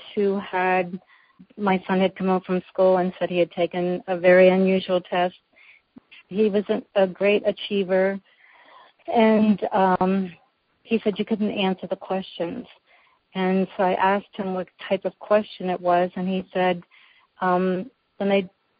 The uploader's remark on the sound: Women On The Wall Conference Call